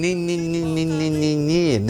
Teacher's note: essa consoante nasal alveolar sonora, que traduz a negação